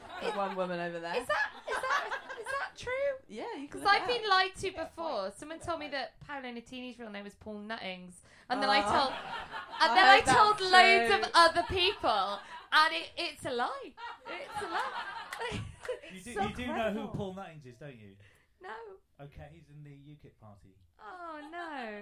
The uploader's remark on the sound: Live from EdFringe. The Comedy Arcade is coming at you LIVE from Edinburgh Fringe! Underbelly Bristo Square. Late night Edinburgh Fringe 2023.